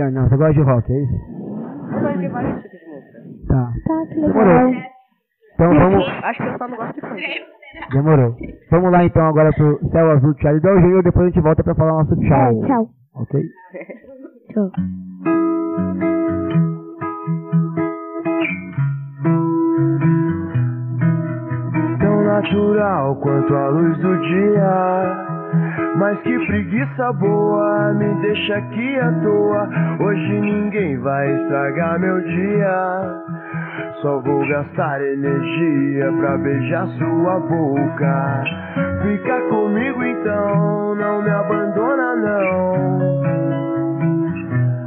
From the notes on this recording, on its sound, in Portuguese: City Jaraguá, São Paulo, SP. Episódio piloto, ainda com alguns problemas na captação de áudio, onde apresentamos quem somos. Na EMEF Dr.